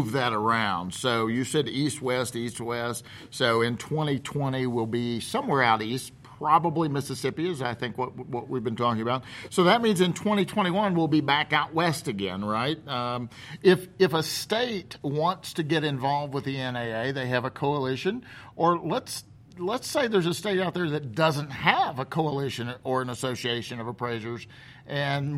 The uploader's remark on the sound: This interview was recorded live at the Second Annual ACTS Conference in Salt Lake City, UT.